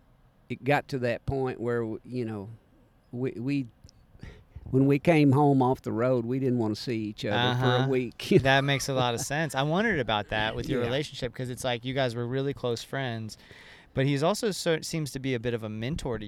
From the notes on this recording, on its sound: This time they caught up at Suwannee Roots Revival in Live Oak, FL.